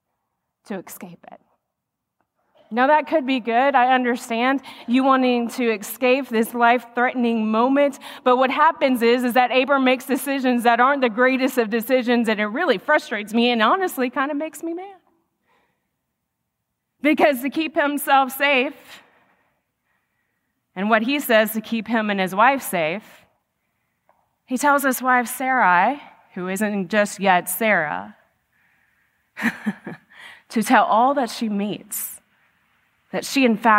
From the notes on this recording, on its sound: The message recorded live at Covenant.